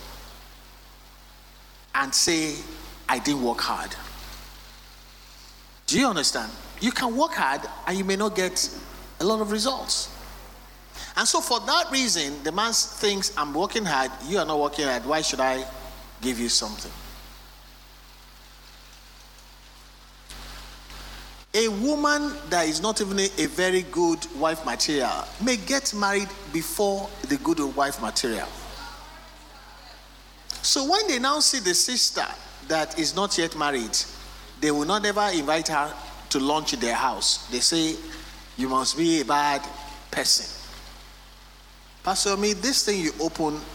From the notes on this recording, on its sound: Recorded Live at our MidWeek Service